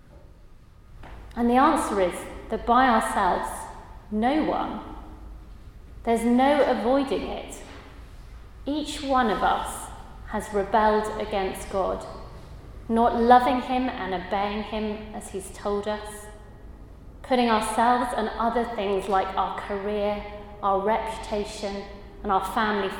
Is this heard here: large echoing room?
yes